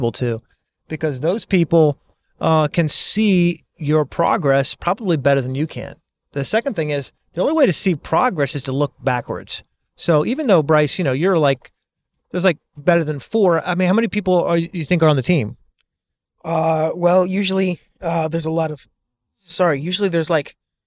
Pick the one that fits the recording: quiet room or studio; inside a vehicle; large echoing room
inside a vehicle